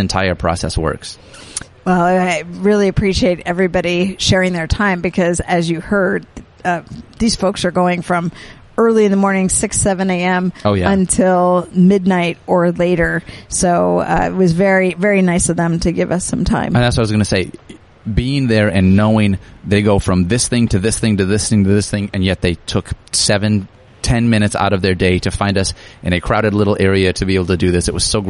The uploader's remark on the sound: Live From the 2019 NFL Combine